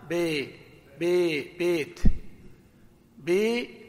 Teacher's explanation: ما يقولون باء بالفتحة الخالصة ولا بي بالكسر الخالصة، يقولون ها بي بي بيت بي، لا باء ولا بي بي، هذه إمالة.